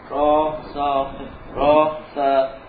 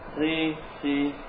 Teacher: ro yang fathah tebal, adapun ro yang kasroh tipis ya